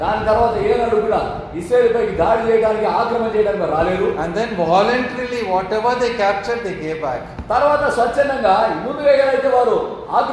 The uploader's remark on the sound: Recording of a sermon given in church.